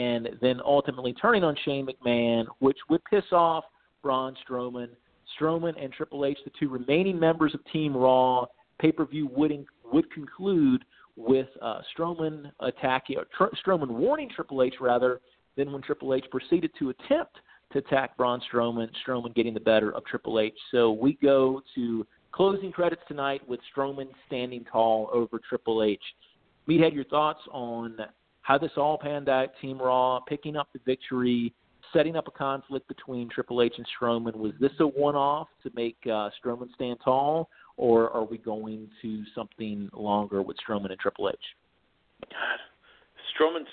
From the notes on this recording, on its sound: taking your LIVE phone calls